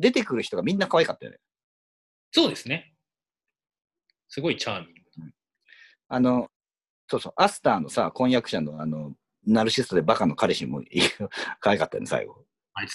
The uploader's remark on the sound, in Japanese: 今回もリモートで収録しております。